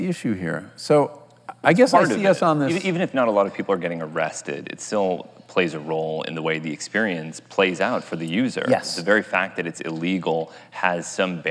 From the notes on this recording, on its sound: recorded on May 29, 2019 in front of a live audience at New York's 92nd Street Y